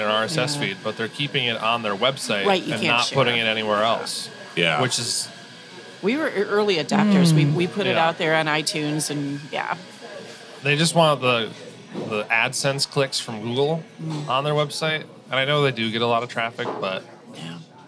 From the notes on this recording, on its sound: This is a recording of the Appleton Podcast Co-op's May morning meet up.